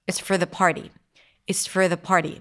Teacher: I would probably reduce the for to fur.